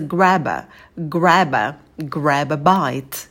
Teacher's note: В слове grab у нас будет широкий звук «э», а звук лягушка, держим оскал, челюсть роняем вниз. Потом мы соединяем слова grab и артикль «э», получается grabber